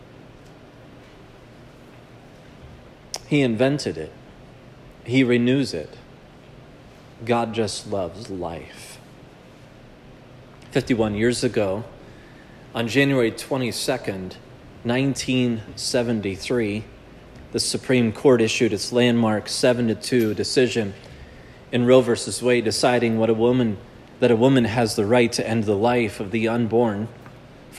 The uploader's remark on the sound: This sermon was preached at Providence Church on Sanctity of Life Sunday.